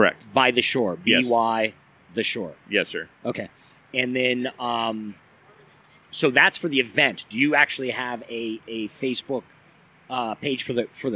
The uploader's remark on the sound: As you can probably hear, I’m not inside in a studio. We’re actually at Ontario Volkswagen in the Los Angeles suburb of Ontario, California, and we’re outside at the Oktoberfest, the 2nd annual Ontario Volkswagen Oktoberfest. We’re podcasting outside.